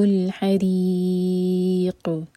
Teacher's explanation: حریق، روح کے نیچے کسرہ تو روح باریک، اور قاف پر رکیں گے تو قاف پر سکون لگا کر رکیں گے تو قاف پر قلقلہ کیا جائے گا